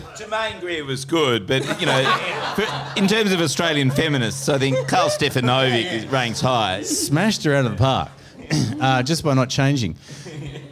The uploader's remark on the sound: The Chaser Report Live & Arty was recorded on the 17th of November at The Tap Gallery.